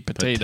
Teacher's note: the first one's a T, and then the second T is a D